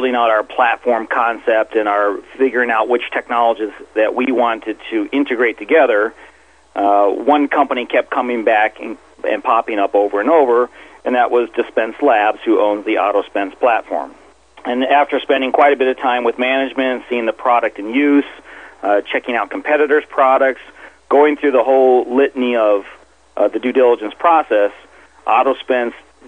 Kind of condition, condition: link, phone line